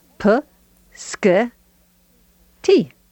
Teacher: All kept in the front of the mouth, because you move that k forward a little bit because there's an s sitting there, and we tend to have languages assimilate or come closer together in place of articulation.